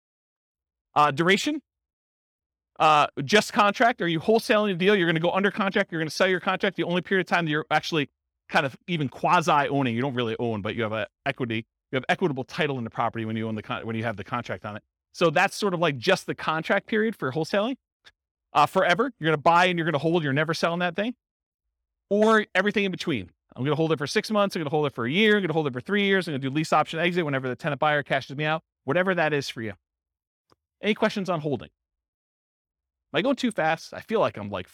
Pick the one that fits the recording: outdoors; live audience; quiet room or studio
live audience